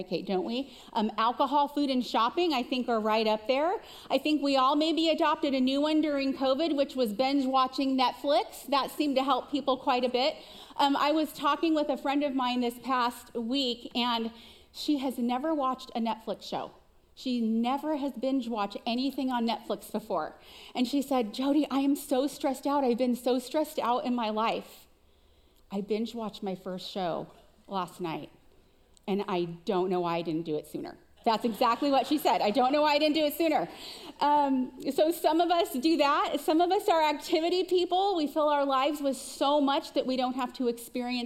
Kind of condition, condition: setting, live audience